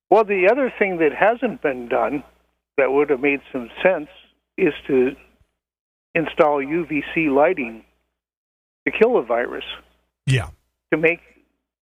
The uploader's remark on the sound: Radio listeners call in to today’s show and voice their opinions.